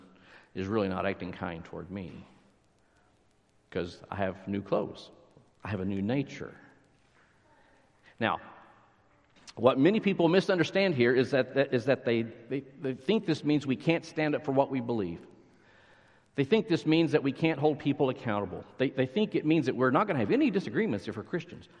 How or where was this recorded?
large echoing room